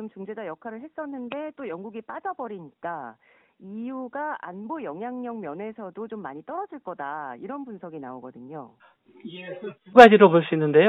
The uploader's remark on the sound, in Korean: YTN라디오, 세계를 만나는 시간 전화 인터뷰.